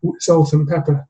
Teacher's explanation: That's called linking. You've got the A of the and is reduced to a weak vowel · the N of and changes into something like an M because of the P in pepper involves the lips being closed together. And in preparation for that, when the mouth is saying N, it tends to want to say M so that it's ready for the pepper that comes later. · Term: weak form, assimilation